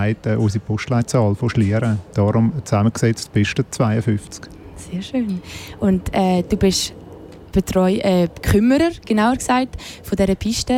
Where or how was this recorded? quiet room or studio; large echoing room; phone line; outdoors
outdoors